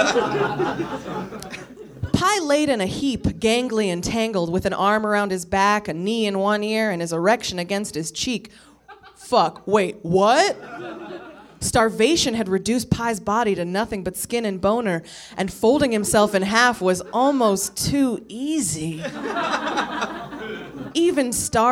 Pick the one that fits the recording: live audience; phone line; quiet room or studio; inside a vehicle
live audience